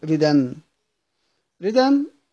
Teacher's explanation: أبدل من التنوين ألفا في الحالين كأنه أجرى الوصل مجرى الوقف · Term: مد العوض